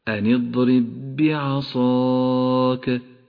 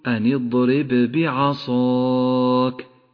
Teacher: أدغمت الباء الساكنة بالباء المتحركة فصارتا باء مشددة · Shown in: first take · Term: الإدغام المتماثل